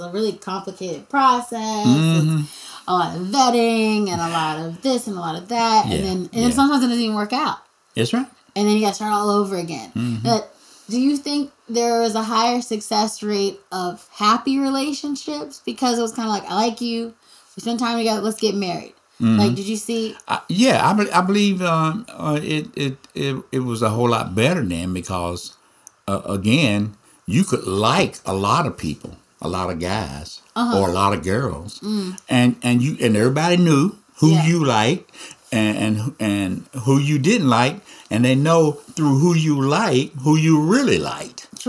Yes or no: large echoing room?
no